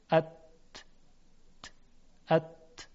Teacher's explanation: در موقع تلفظ ت ارتعاش تارهای صوتی منتفی است، ارتعاش نداره